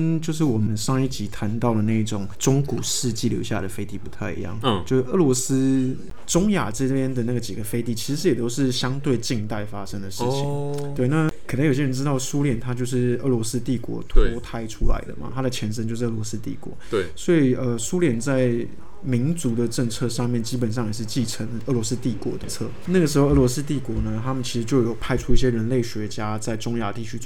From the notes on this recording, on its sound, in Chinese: 本集白噪音指數：蚊風級 1/5。錄音地點：515 Cafe & Books。